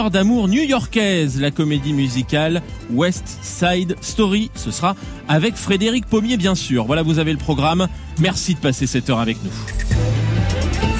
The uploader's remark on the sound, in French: Édition spéciale en direct de la Place Vendôme pour l'hommage national à Robert Badinter.